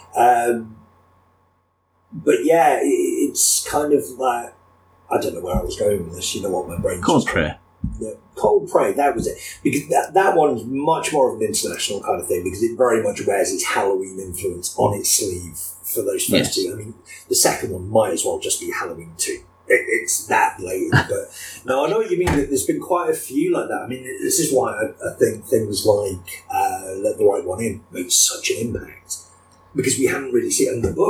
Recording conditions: poor sound quality